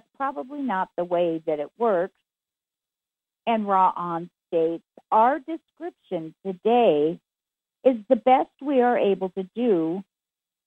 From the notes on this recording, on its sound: Conference Call LIVE